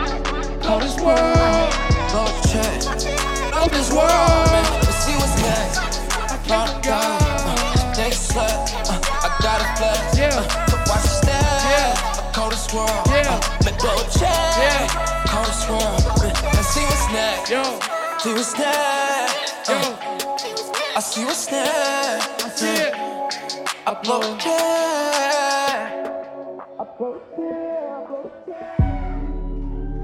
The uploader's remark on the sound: Perform at the Pioneer in Fountain Square Indianapolis from August 24, 2019, part of the Chreece 5 music festival. Perform at the Pioneer in Fountain Square Indianapolis from August 24, 2019, part of the Chreece 5 music festival.